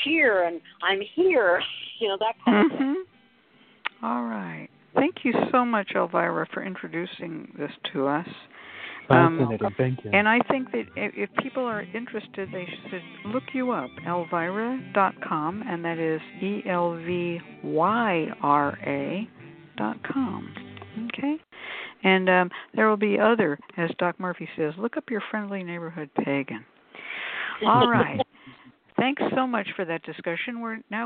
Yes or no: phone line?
yes